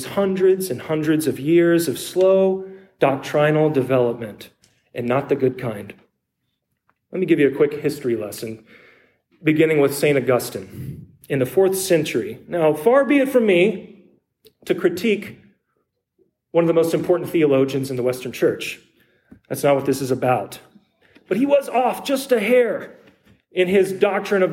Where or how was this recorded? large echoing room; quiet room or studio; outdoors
large echoing room